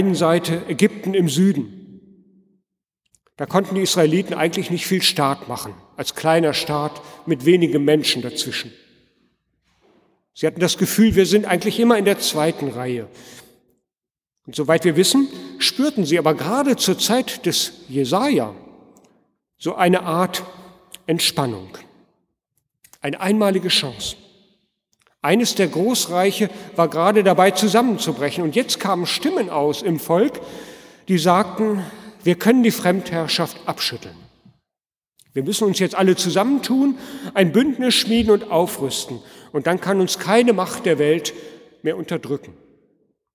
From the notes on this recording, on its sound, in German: Predigt am Altjahrsabend in der Martin-Luther-Kirche, Detmold